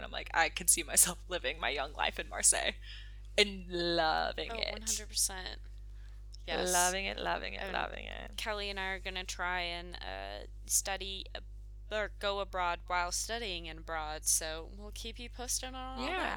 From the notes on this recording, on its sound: It's been a moment since we last posted due to settling into Lacoste, classes, and excursions. We apologize for the electric hum in the background. An old Medieval village ain't the best place to record, apparently.